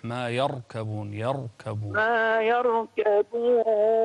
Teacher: فخم هذه الراء لأنها ساكنة وقبلها مفتوح